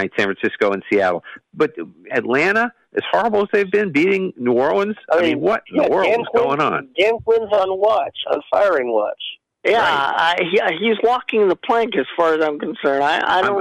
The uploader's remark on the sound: Take your live calls.